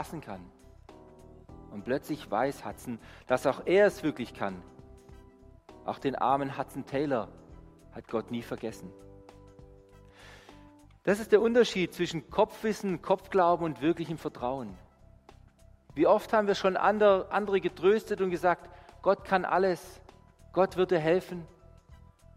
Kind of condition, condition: setting, large echoing room